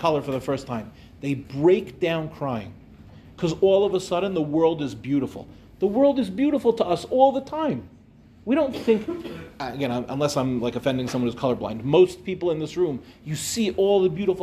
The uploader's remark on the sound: delivered at NCSY Michlelet